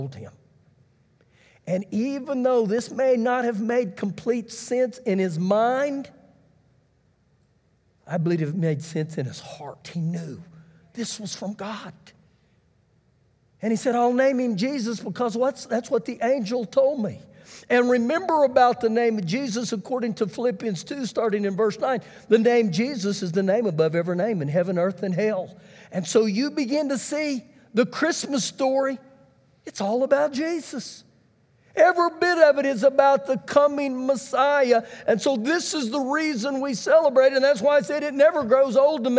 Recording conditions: large echoing room